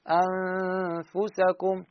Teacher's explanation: عندما أقول أنفسكم، فا مستفل، فهنا ما أقول أو أستعلي الغنة، لا، أقول أنفسكم من الطين الغنة من مخرج الفاء، يعني أسنان العليا مع بطن الشفة السفلى · Term: الغنة مستفلة